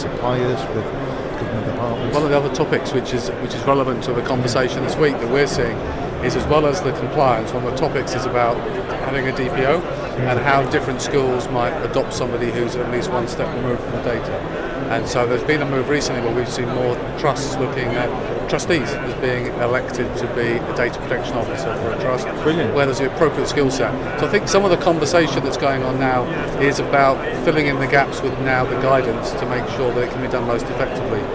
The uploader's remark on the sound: LIVE show from stand D120 at BETT2018. The equipment that we use costs less than £3,000.